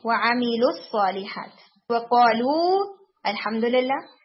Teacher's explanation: اگر اس طرح کے دو ساکن مل جائیں کہ پہلا ساکن مد لیٹر ہو اور دوسرا ساکن پیور ساکن لیٹر ہو، ملانے میں مد لیٹر کو ڈراپ کر کے پڑھیں گے